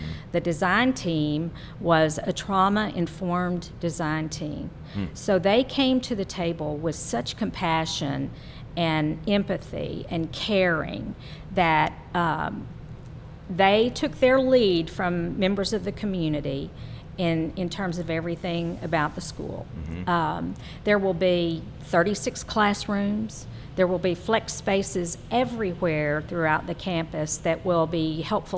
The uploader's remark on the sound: Recorded live at The Texas Ale Project in Dallas.